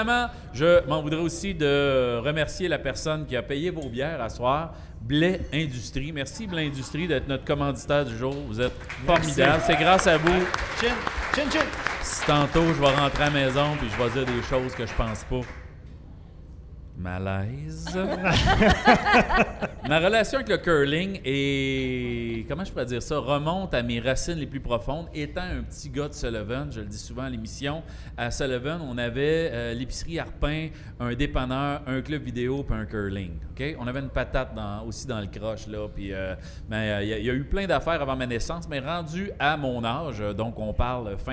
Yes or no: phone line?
no